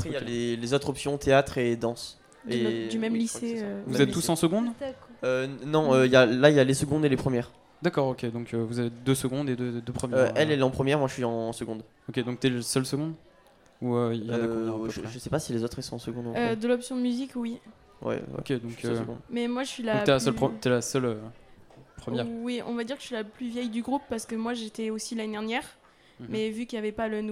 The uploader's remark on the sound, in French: Delta Fm est présente sur le Nouveau Festival 2022, les 11 et 12 mai, au Rocher de Palmer à Cenon (33).